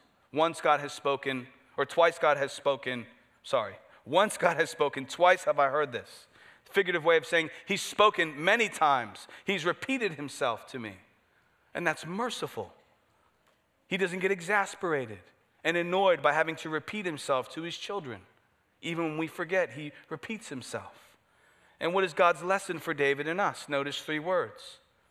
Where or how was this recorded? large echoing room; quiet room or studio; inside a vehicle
large echoing room